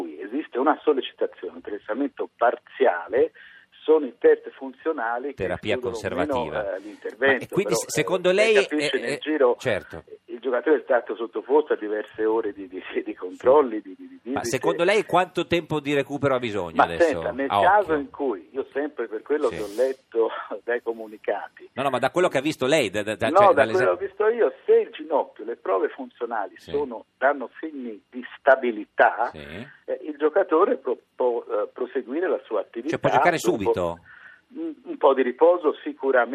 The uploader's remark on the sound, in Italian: Telefonata